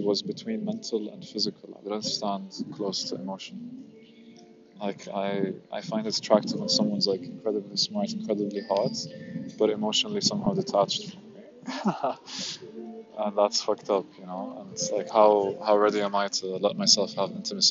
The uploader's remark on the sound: realised im recording in the Bose headphones and they have shitty mics